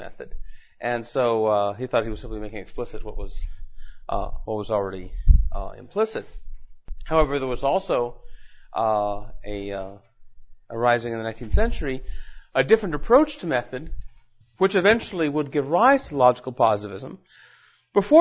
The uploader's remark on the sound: Recorded at Mises University 2010.